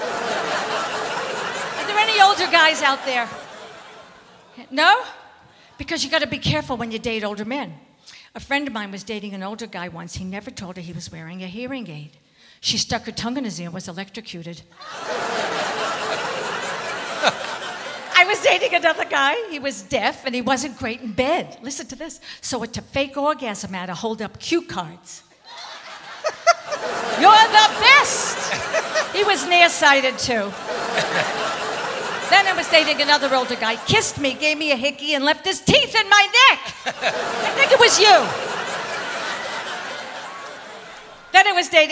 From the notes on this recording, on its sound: Live at the South Point Casino